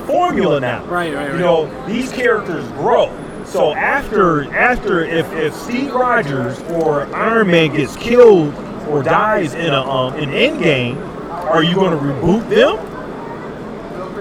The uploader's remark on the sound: LIVE FROM STEEL CITY CON 2019. THE LIVE POP INS FROM SOME OF THE BEST COSPLAYERS AT THE CON!